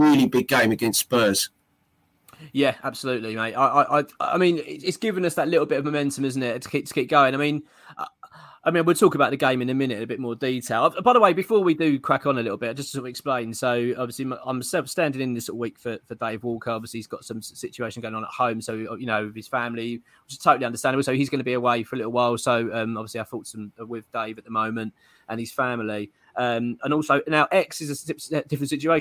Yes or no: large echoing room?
no